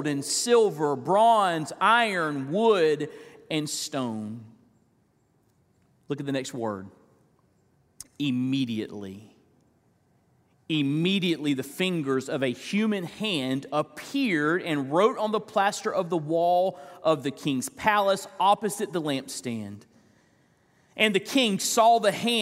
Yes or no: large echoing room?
yes